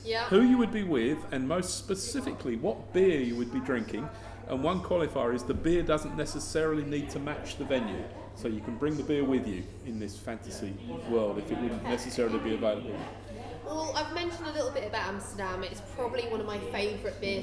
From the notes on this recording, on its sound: the Goat Tap was opened above the shop, which is where we are recording from today